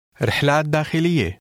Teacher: The final vowel sound of the ta marbuta is very slight.